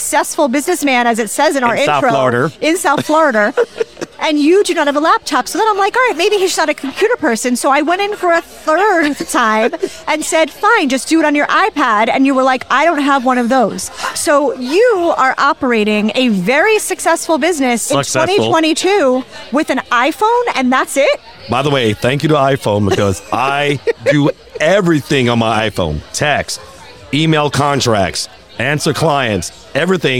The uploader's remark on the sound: Recorded at American Social Las Olas